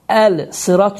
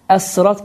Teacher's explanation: bu zaman əlifləm artiklində olan ləm hərfi oxunmaz · Shown in: second take